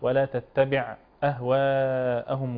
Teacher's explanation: نراعي هنا إسكان العين جيدا وإعطاؤها صفة التوسط بين الرخاوة والشدة